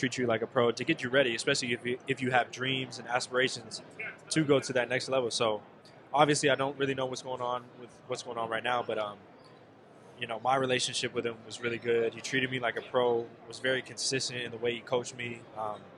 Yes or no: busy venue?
yes